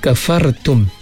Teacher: Ra'mati sebelum dia berbaris di atas, kita baca dengan tebal. Kafartum, mimati jumpa dengan waw.